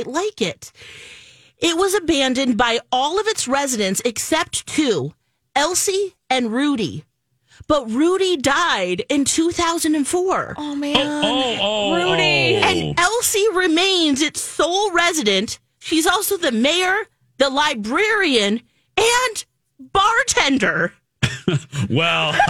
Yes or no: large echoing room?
no